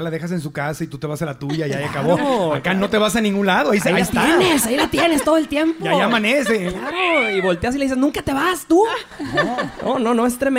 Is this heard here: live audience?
yes